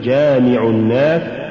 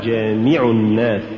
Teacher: سبب اللحن هو زيادة نبرة الميم عن الحد المطلوب · Shown in: second take